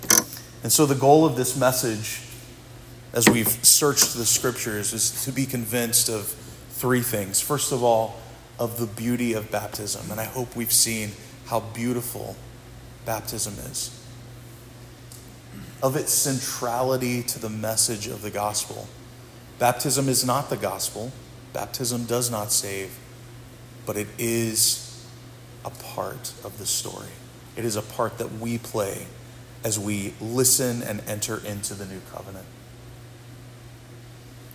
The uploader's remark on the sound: This sermon was preached at Providence Church